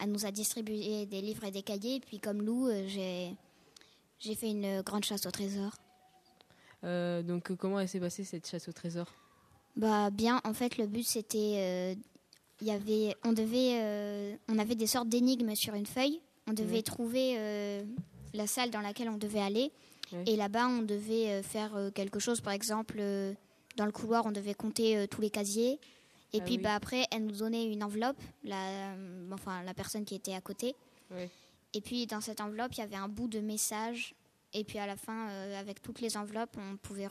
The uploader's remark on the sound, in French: 7 reporters du club radio ont fait le déplacement et ont invité sur leur plateau radio -exceptionnellement installé dans le hall- un panel d'élèves volontaires pour présenter leurs impressions. Une émission de 16 minutes montée et mixée.